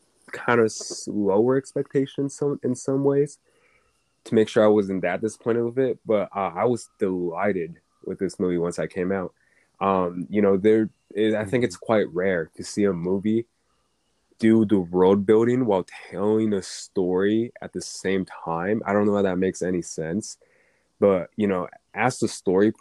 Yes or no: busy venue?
no